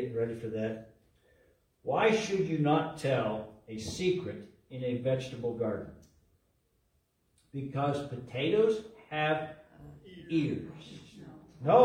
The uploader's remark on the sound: LIVE from Calvary